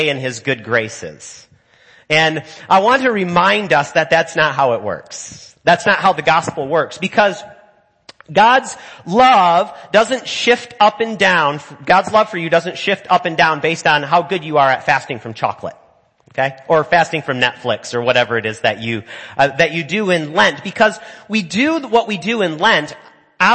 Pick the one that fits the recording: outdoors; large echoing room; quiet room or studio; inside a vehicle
large echoing room